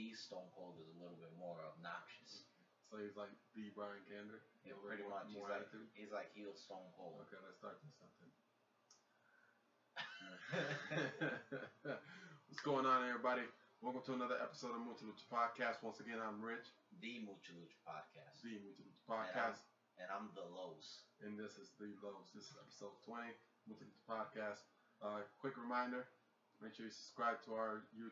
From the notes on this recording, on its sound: Excuse the lack of sound. Technical difficulties.